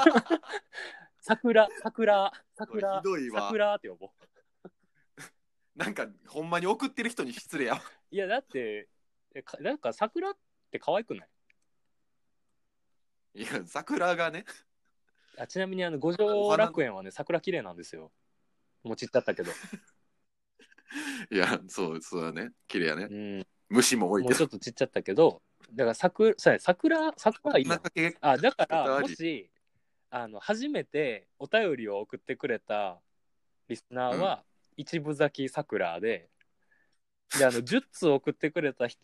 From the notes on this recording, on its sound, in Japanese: 収録場所が番組名になってるにもかかわらず、今回から暫くはリモート収録でお送りさせて頂きます！